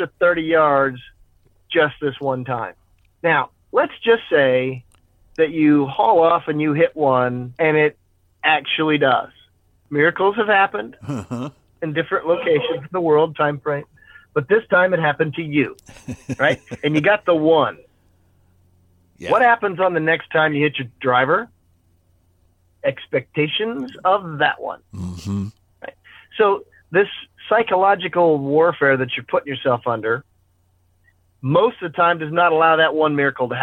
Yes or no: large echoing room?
no